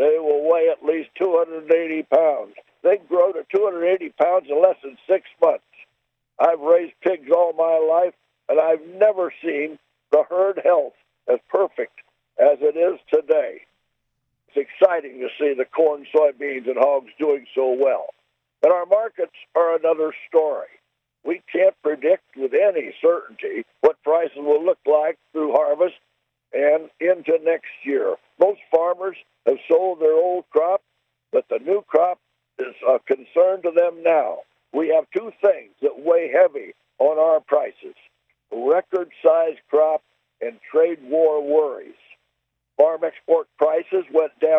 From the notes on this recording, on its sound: I am talking to you on the phone from our farm in Illinois.